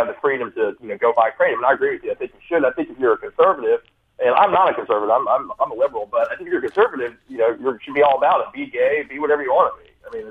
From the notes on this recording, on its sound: It was a really entertaining phone call.